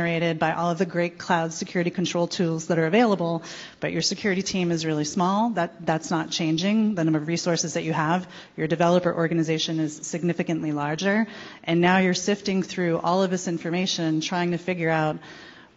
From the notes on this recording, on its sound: Panel discussion on The Future of Public Cloud Security: Emerging Technologies and Trends at Secure Miami. Audience Q&A.